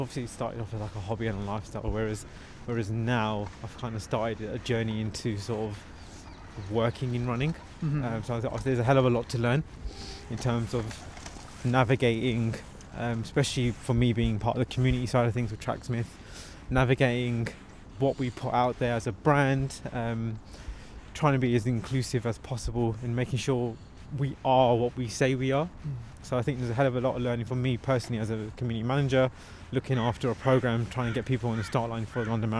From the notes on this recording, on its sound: Welcome to a bitterly cold Victoria park for a second time this week. Recorded live in the park. Took a stroll to chat.